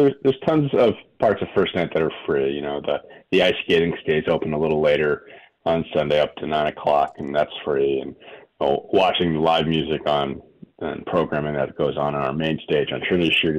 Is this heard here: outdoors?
no